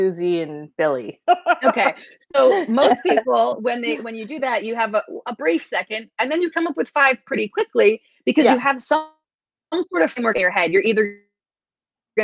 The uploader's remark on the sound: This podcast is a recording of our interview on Facebook Live.